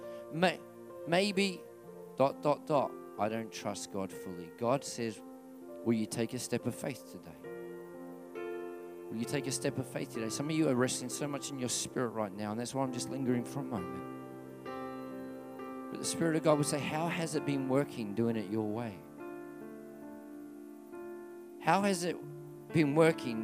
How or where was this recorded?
large echoing room